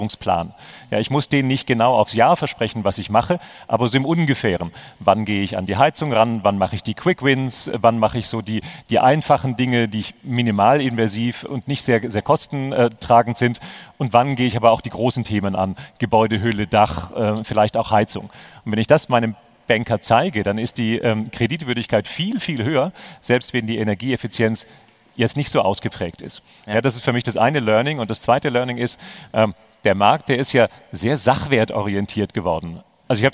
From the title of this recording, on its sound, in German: live vom immocation Festival